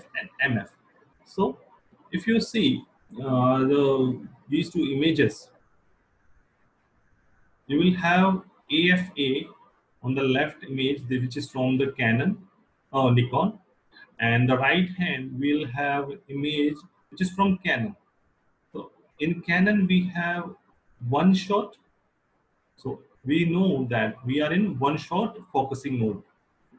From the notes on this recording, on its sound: This is podcast episode recorded during SPW Online Basic Photography Workshop.